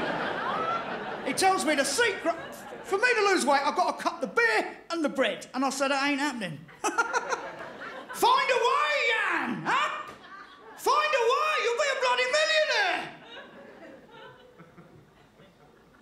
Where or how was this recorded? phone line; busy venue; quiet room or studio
busy venue